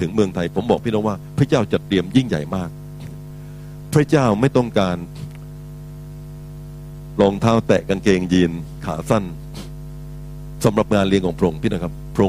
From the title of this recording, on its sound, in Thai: BFC Live Online นมัสการ/เทศนาย้อนหลัง